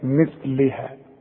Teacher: مثلها طلع لسانك في الثاء